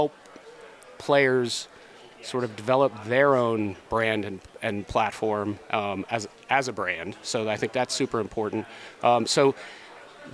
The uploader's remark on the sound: Recorded live at Advertising Week New York 2023